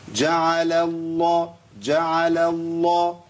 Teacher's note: يبقى ثلاث لامات عندي، اللام الاولى مرققه والثانيه مفخمه والثالثه مفخمه